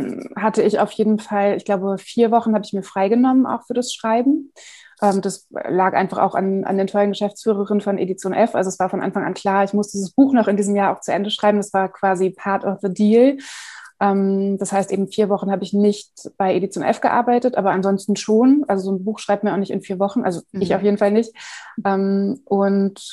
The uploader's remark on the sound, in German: Die Zoom-Diskussion